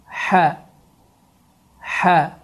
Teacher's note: hə hərfi boğazın ortasından boğaz sıxılaraq tələffüz olunur